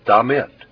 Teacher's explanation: Be careful that you pronounce that with the accent on the second syllable